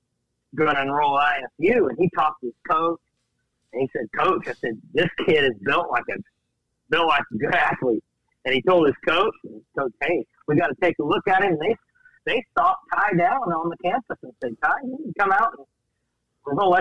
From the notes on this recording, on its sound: caught his breath long enough to give us a call in the garage